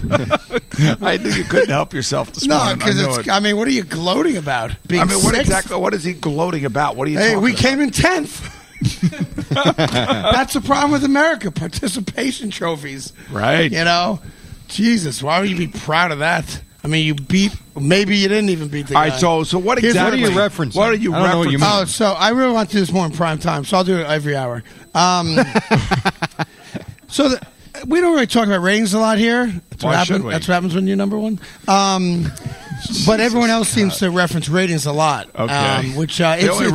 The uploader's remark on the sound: live from the Mohegan Sun